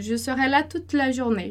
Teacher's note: quando eu falo rápido, o meu R ele quase desaparece, mas ele ainda está lá